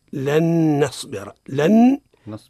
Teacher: نصبر نون مضاعفة مشددة، دلالة على أن النون الساكنة الأولى أدغمت في الثانية بعدما حذفت الأولى من اللفظ، وبقي معناها من اللفظ إذا انتلفظ بها، أما في الرسم فلا. · Term: الإدغام مع الغنة